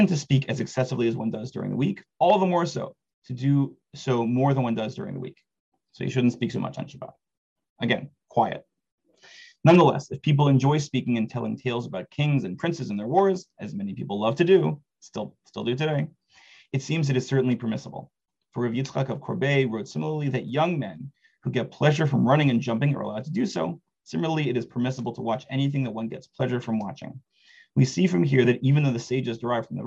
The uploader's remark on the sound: This audio was originally captured from Zoom.